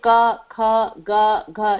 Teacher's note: Ananunasika without nasal. See when you say ka, kha, ga, gha, no nasal is there.